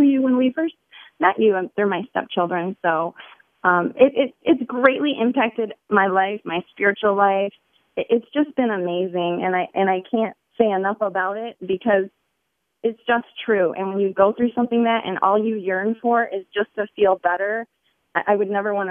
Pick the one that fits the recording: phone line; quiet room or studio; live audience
phone line